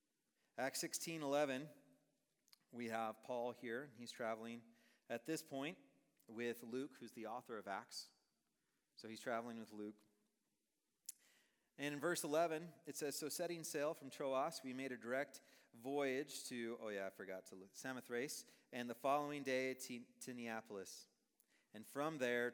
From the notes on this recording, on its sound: Message preached on August 24, 2023 at a Thursday Night Gathering of Coram Deo College Ministry.